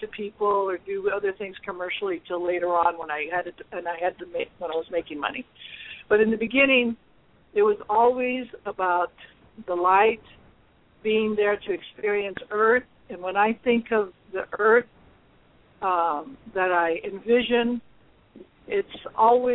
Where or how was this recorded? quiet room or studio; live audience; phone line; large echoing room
phone line